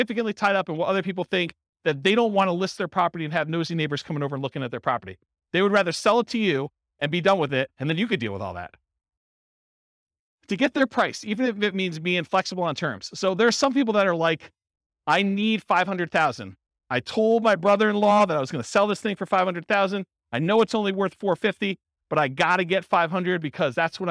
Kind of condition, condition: setting, live audience